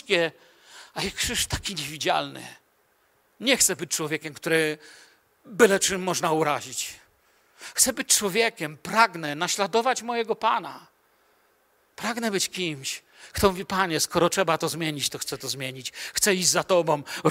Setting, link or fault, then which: setting, large echoing room